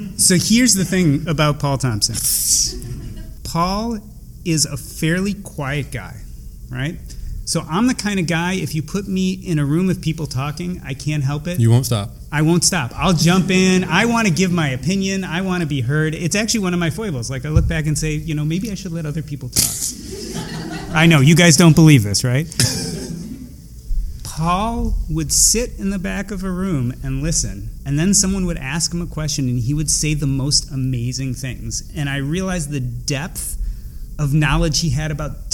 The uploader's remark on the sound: Attended CampFi Midwest and recorded in front of a live audience and asked 4 attendees why they attended CampFi.